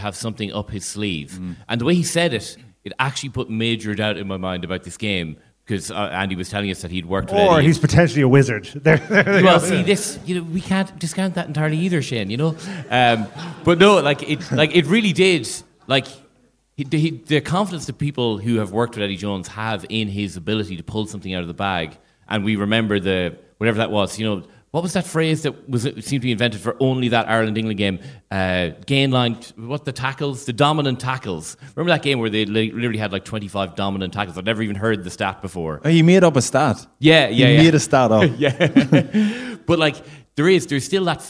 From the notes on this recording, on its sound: Live from the Liberty Hall. This is a very special bonus podcast recorded late last night at Dublin's Liberty Hall Theatre.